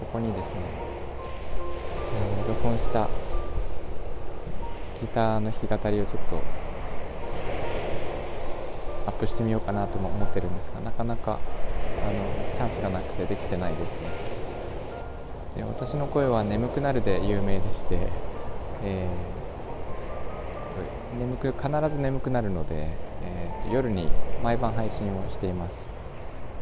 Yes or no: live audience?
no